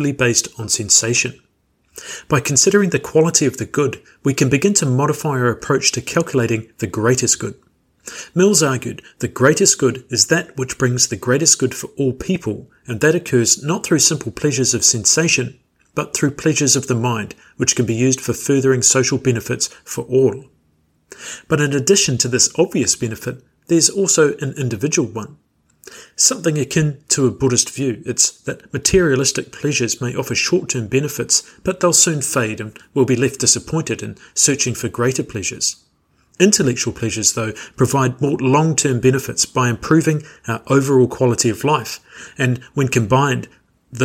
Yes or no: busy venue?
no